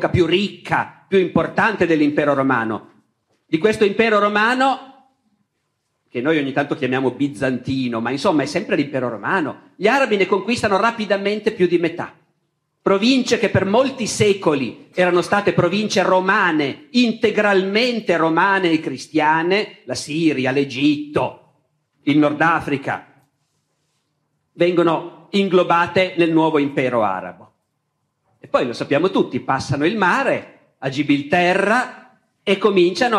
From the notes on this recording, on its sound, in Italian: Tratto dalle Lezioni di Storia dell’Editore Laterza. Registrato nel 2017 presso il Teatro Stabile di Genova.